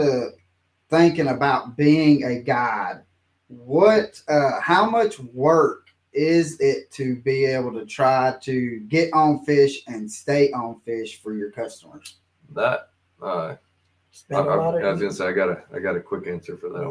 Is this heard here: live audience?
no